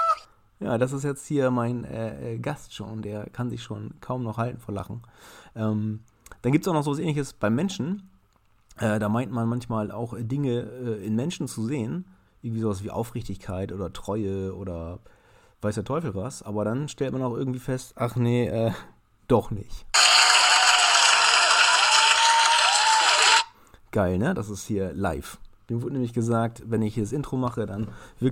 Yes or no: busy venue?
no